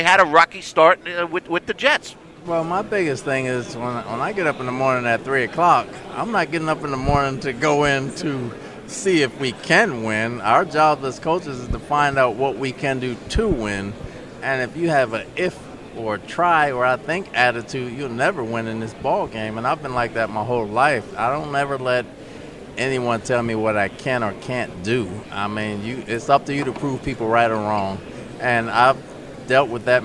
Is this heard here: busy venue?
yes